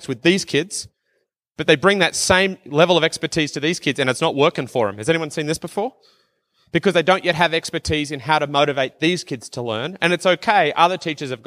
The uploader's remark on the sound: from the 2019 uLead conference in Banff, Alberta